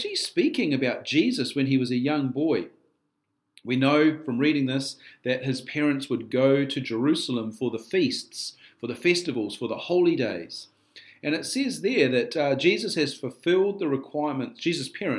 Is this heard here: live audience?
no